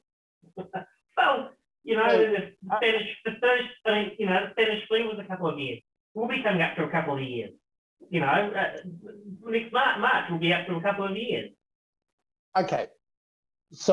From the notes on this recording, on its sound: forgetting to plug his mic